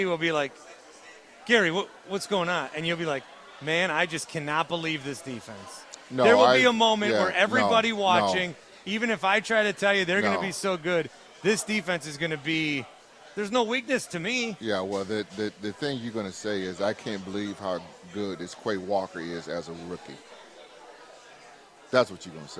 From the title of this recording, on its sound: Live From Canton Ohio Home of the NFL Hall Of Fame